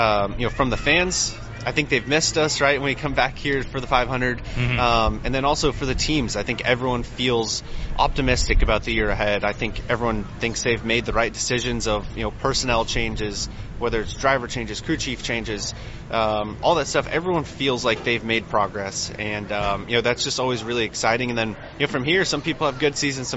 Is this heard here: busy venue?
yes